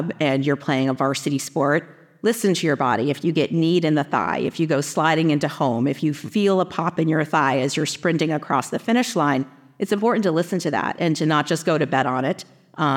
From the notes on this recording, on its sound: In this new PeerView activity based on a recorded symposium at the 75th Annual Bleeding Disorders Conference.